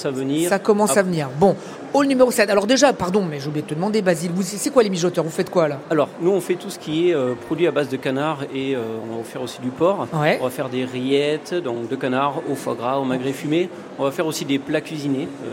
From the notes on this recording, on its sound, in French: en direct du Salon de l'Agriculture 2024